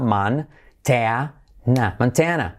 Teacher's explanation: Fíjate que esa O pasa a ser casi como una A